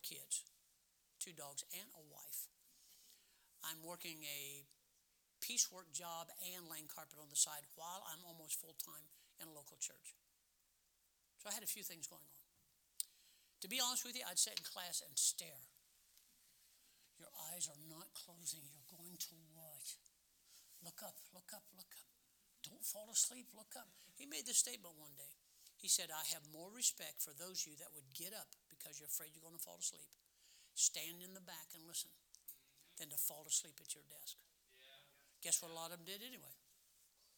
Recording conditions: large echoing room